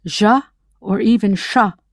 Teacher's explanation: Y and double L in Latin America sound ja or even sha rather than ya